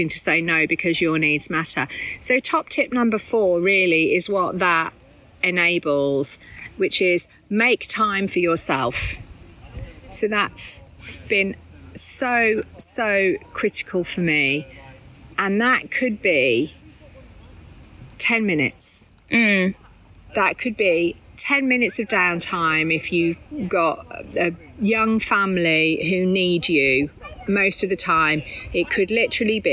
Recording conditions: wind noise